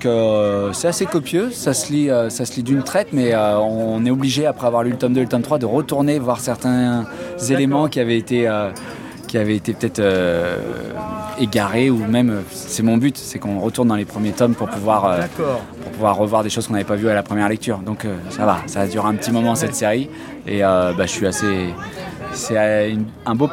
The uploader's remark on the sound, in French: Cette année, en raison des conditions sanitaires, nous n'avions pas de studio sur place. Un festival qui, une fois n'est pas coutume, s'est déroulé en extérieur. Au lieu de faire venir les personnes à notre micro, d'aller tendre le micro là où se trouvent les différents intervenants du festival.